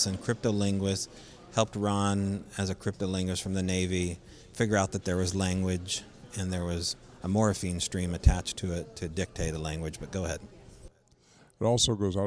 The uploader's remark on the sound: Remote SBR from the Point Casino Hotel